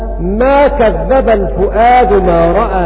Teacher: قرأ هشام ما كذب الفؤاد ما رأى بالتشديد